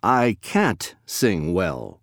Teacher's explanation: Notice that there is a heavier stress on the verb can't in this sentence.